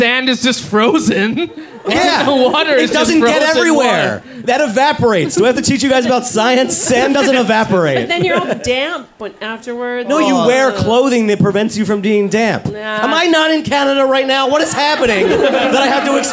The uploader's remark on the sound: Live at The Mint in Victoria BC.